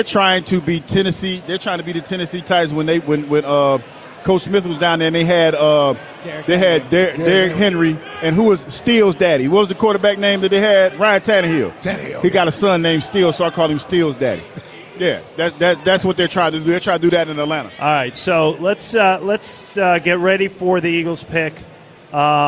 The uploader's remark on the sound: Live from Lincoln Financial Field, the WIP Draft Party